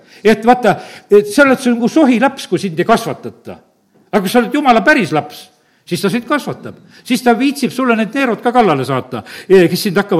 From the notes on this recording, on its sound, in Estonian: Audio salvestus koosolekult